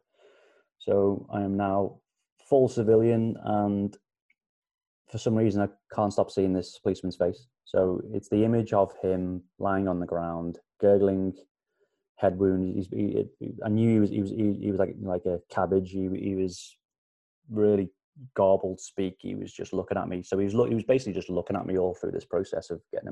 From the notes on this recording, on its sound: chatting to me via Zoom